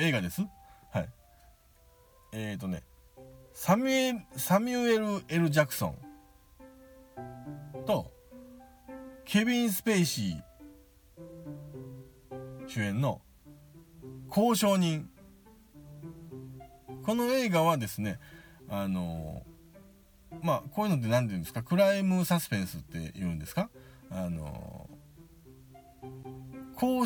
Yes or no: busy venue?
no